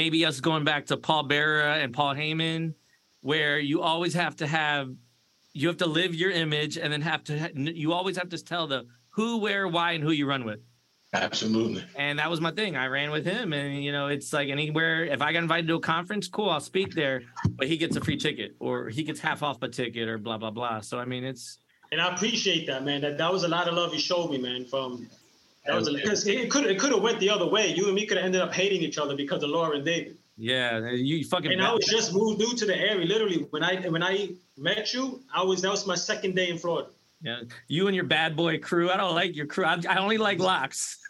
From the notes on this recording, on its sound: On a Sunday conference call while they drink up.